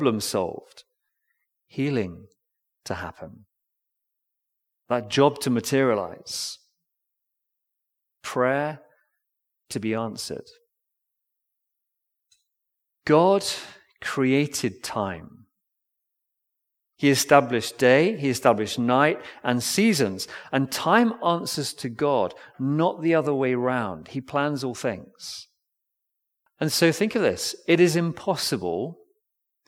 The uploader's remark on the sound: Recorded Live stream Sermon from Binscombe Church (BWS) 31st December 2023